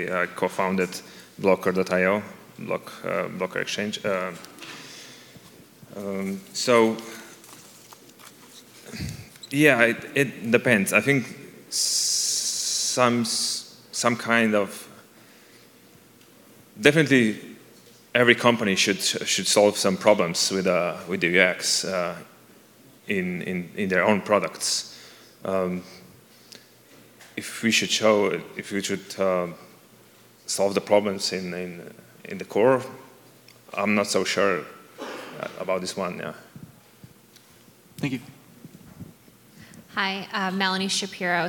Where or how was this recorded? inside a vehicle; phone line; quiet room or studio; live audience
live audience